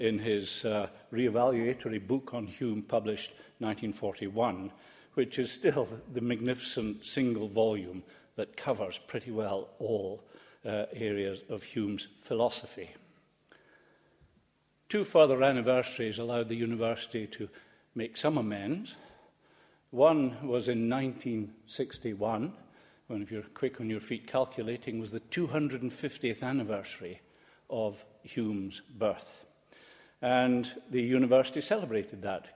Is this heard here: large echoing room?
yes